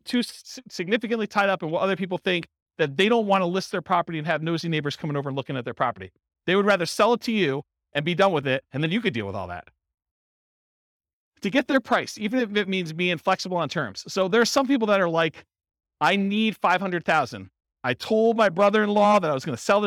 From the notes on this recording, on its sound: Real estate investors and real estate entrepreneurs in Durham, North Carolina. This was a live class recorded.